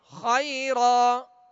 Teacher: دو زبر کی تنوین ہے لہذا وقف کی صورت میں ایک الف سے بدل کر ہم وقف کریں گے اور ایک الف کی مقدار میں کھینچیں گے